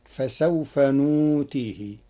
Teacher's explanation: قرأ ورش كلمة نؤتيه بإبدال الهمز واوا للتخفيف فتصير فسوف نؤتيه.